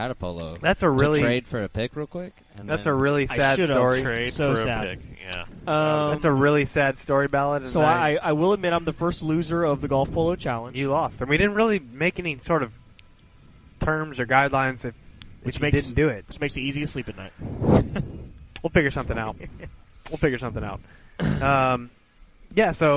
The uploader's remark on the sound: Live From Nates!